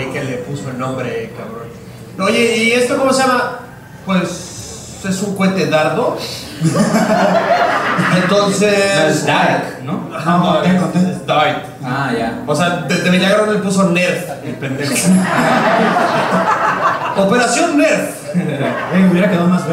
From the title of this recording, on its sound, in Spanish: En Vivo Tijuana